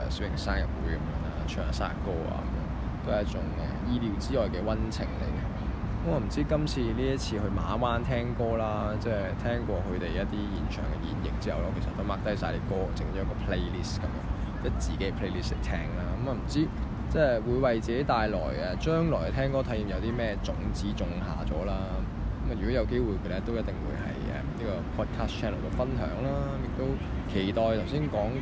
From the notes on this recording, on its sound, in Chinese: 搭船入馬灣。戶外錄音多多包涵。